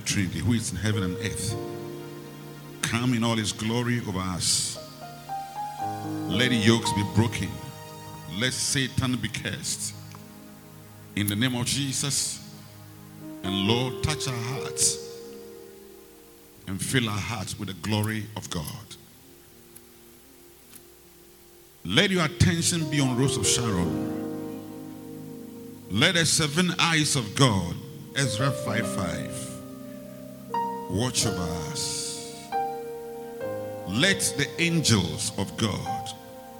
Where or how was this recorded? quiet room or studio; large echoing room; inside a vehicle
large echoing room